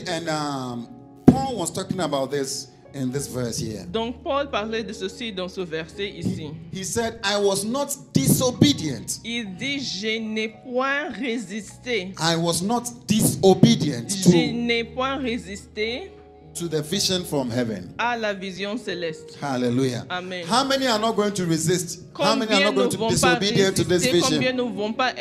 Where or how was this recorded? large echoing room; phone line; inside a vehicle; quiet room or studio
large echoing room